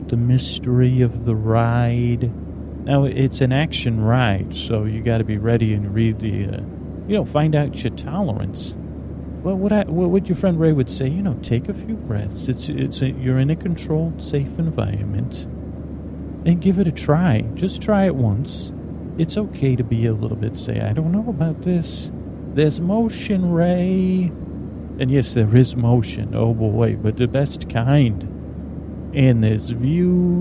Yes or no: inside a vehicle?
yes